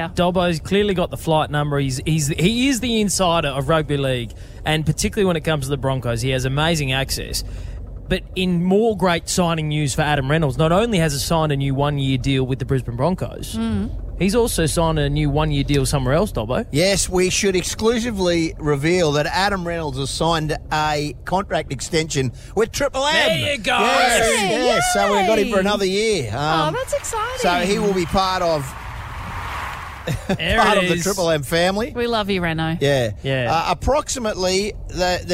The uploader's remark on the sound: crammed into a vehicle and broadcast LIVE on the drive to Super Rooster in Toowoomba!